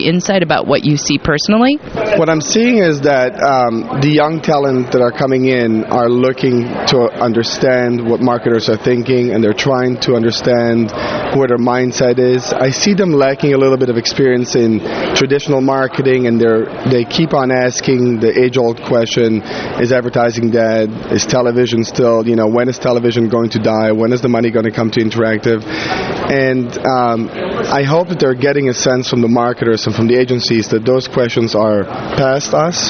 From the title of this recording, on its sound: LIVE from the floor of ad-tech New York